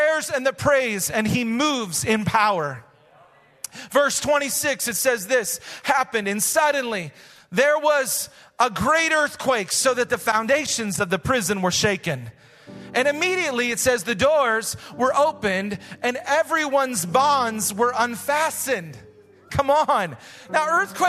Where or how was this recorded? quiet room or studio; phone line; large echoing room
large echoing room